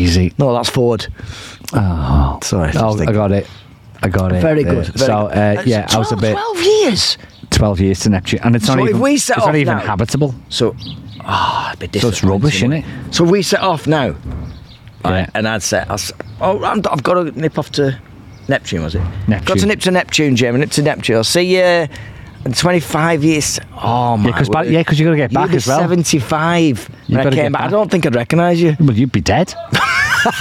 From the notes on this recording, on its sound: recorded outside in the scorching heat.